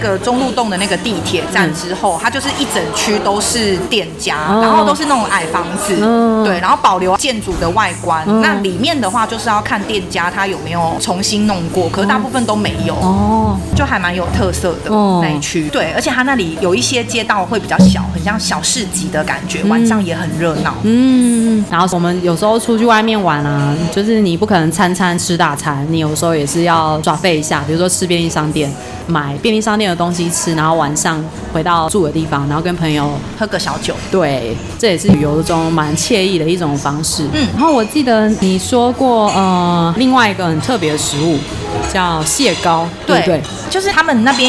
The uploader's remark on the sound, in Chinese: 本集白噪音指數：蚊風級 1/5。錄音地點： Coppii Lumii Living Coffee 冉冉生活 城中店。